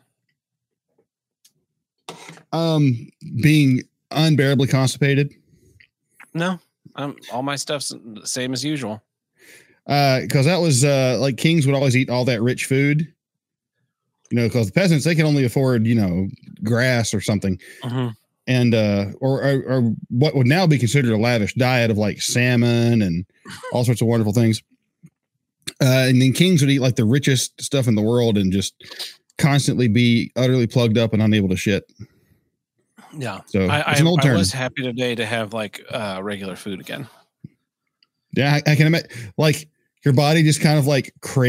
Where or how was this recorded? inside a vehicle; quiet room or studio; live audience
quiet room or studio